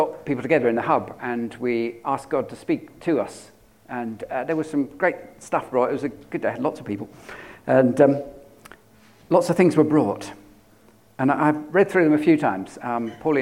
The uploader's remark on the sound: At King's Church, Cockermouth, as an audio file.